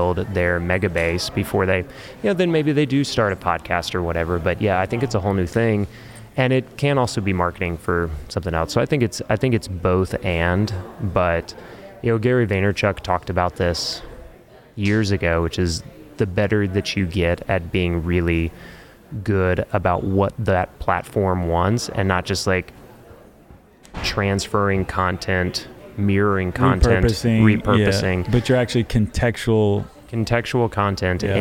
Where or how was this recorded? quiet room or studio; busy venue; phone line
busy venue